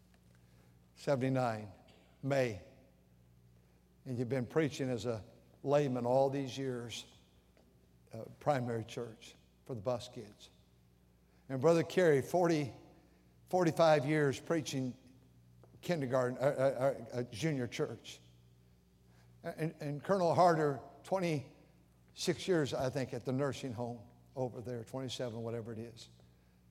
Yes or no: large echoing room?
yes